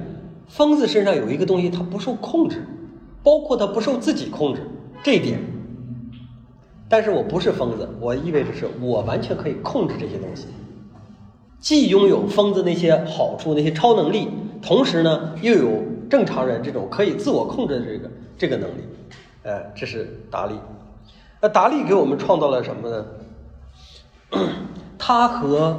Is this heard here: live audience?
yes